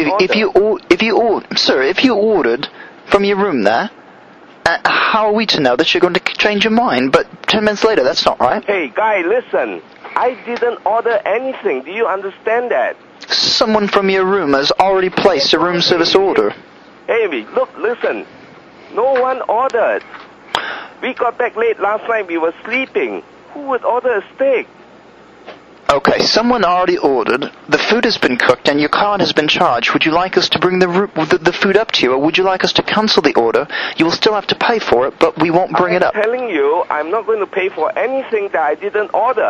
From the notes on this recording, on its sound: RBCP's Personal Prank Phone Calls Collection